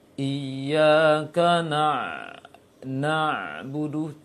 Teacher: Jadi dia ada sifat rakhwah juga, ada sifat syiddah juga, namun tidak total, tidak secara sempurna. Karena itu ain ketika sukun mengalirkan suara sedikit dan juga tertahan sedikit. Iyyaka na'budu, tidak lepas secara pelong dia, secara lepas, secara ya, secara pelong, namun dia tertahan sedikit. · Term: tawassut